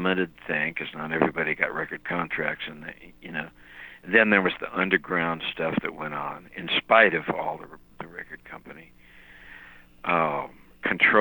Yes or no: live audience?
no